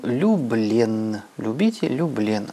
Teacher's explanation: И по йотовой палатализации, когда йод идет после губно-губного звука, типа б, п, м, после него развивается «л»